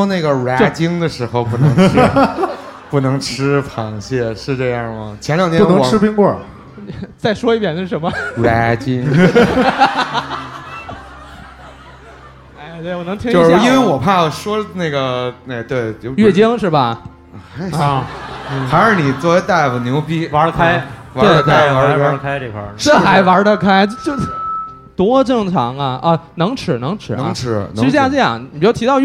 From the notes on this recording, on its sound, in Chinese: 这是我们去年落地活动的现场实况录音